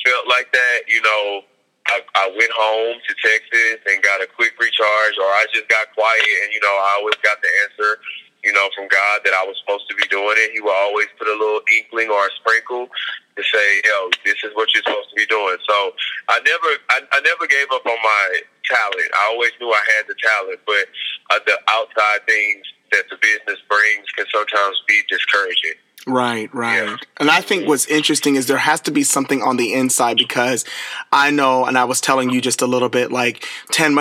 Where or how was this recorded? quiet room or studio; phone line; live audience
phone line